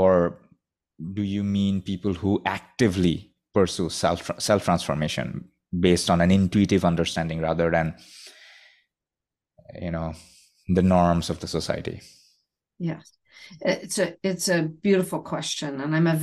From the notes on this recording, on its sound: Live group coaching via Zoom.